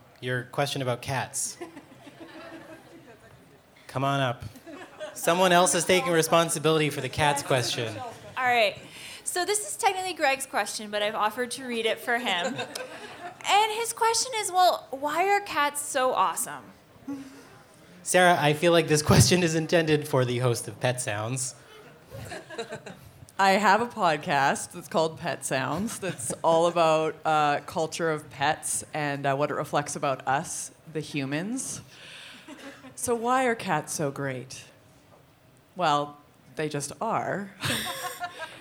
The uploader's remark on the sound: We brought out a panel of speakers to The Needle Vinyl Tavern in Edmonton. They answered audience questions.